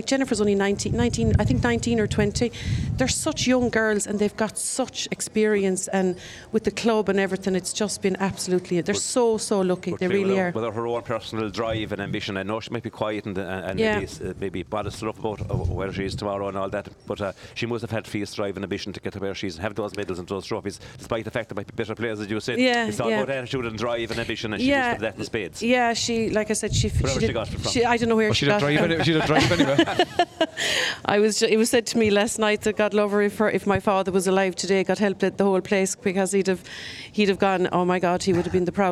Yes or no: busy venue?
yes